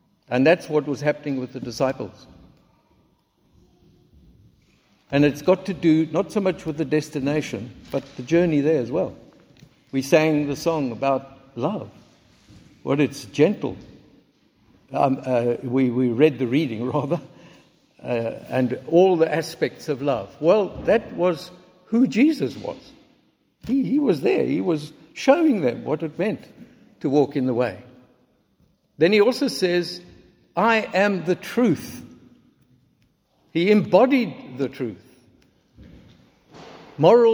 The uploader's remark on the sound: Recorded at the 9:30am service on Sunday 19th March 2023